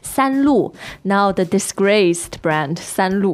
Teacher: So San is first tone and Lu is fourth tone.